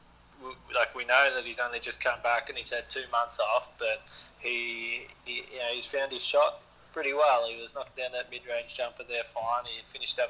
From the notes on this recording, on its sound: Gets on the phone.